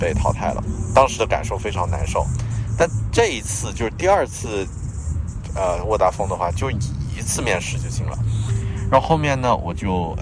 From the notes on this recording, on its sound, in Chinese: 这期在新西兰首都惠灵顿海边码头录制的节目